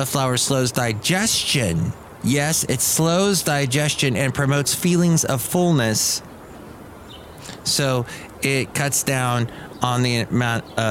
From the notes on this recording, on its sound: podcasts live from Cafe Anyway